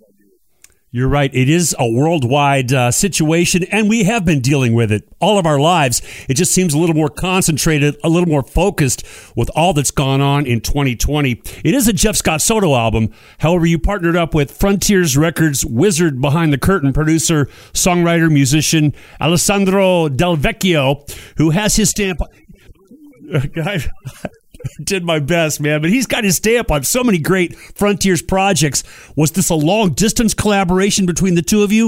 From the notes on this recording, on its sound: The podcast features the complete unedited/uncensored interviews, from the time the phone rings until we hang up